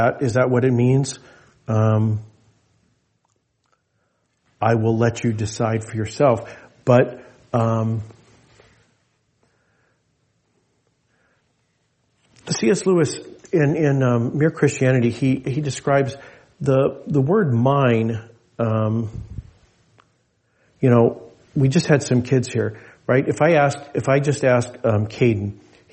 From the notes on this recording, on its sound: This message was delivered in gathered worship on Sunday, December 31, 2023 at Jewel Lake Parish in Anchorage, Alaska.